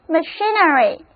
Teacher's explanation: Read afterme，这是 machine，机器、机械。那么如果我们在 machine 后面加上 ry 的名词后缀，这个新的单词 machinery，M-A-C-H-I-N-E-R-Y，machinery，重音还是放在第二个音节上